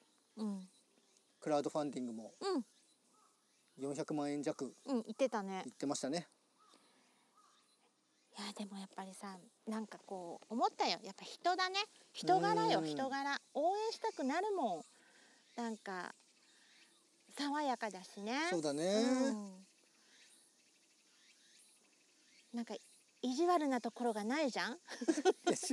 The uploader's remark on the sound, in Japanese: 2本目となる四方山バナシは初の野外収録。まだ蝉の声が鳴り響く中、コーヒー片手に。収録場所／ 石井樋公園 （さが水ものがたり館）。